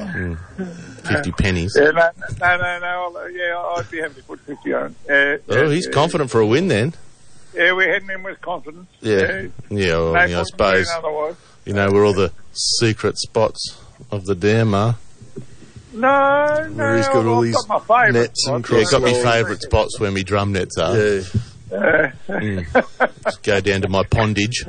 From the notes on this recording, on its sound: The Commercial Club Fishing Club call in.